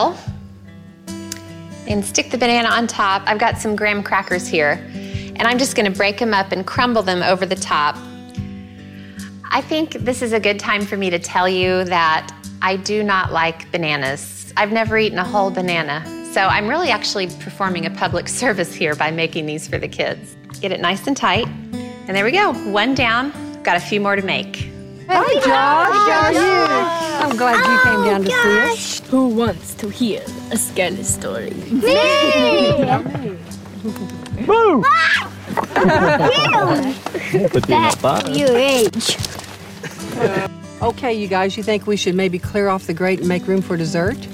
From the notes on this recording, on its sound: Cook over the campfire in the great outdoors. With direct audio from her hit Food Network TV show.